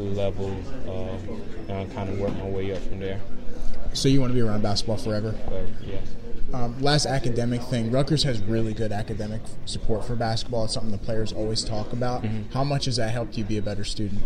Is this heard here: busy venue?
yes